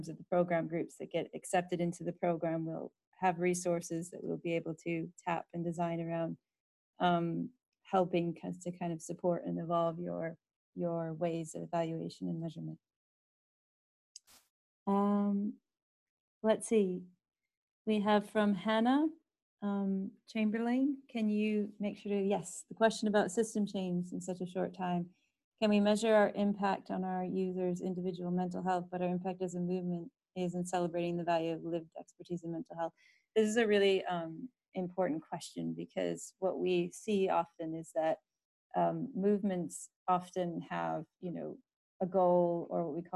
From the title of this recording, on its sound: webinar recording